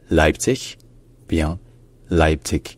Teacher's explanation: l'accent tonique qui est sur la première syllabe